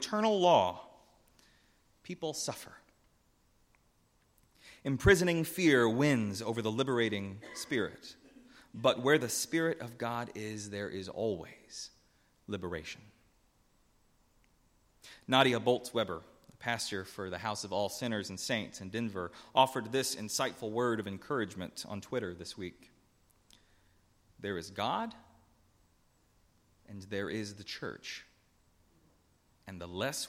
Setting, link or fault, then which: setting, large echoing room